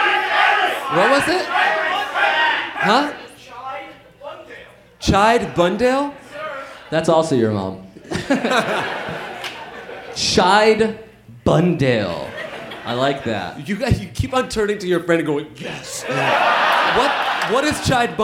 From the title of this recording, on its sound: Live in NYC